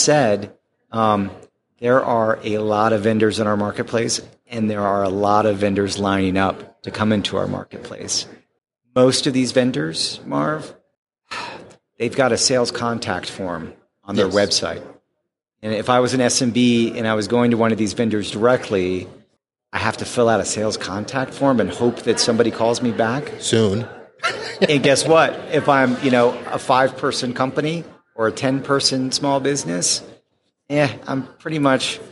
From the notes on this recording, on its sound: during the PAX8 Beyond 2023 conference